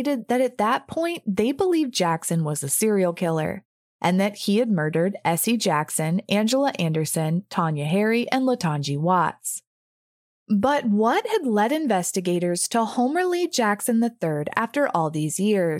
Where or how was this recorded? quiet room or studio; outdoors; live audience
quiet room or studio